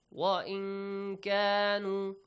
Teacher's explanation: Again, نون ساكن plus كاف. إخفاء. Again, hide the sound.